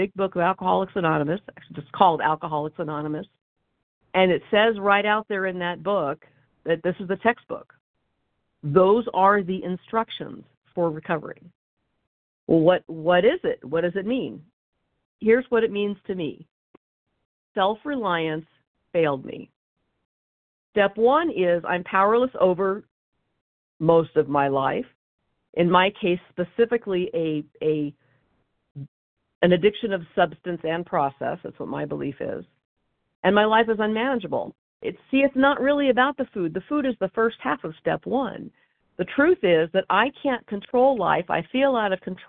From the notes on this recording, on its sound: 100 Pounders Phone Meeting, 2/25/23